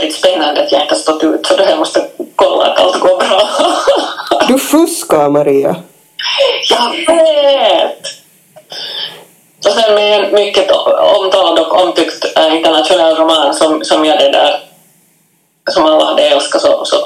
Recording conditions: poor sound quality